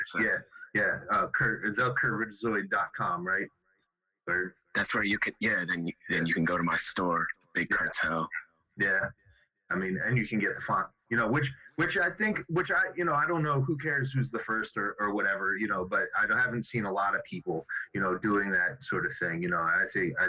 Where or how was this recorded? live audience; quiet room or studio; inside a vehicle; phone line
phone line